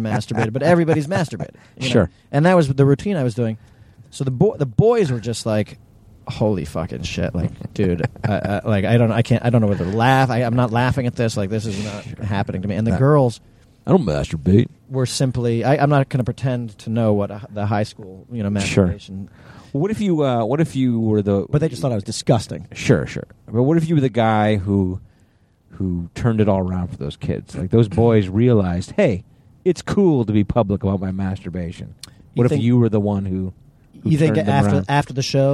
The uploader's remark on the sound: It's a carcast!